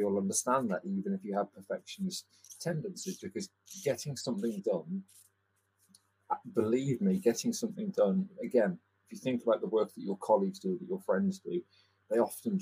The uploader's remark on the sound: the audio for this episode is not perfect